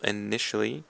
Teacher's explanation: So for initially, we have the emphasis on the second syllable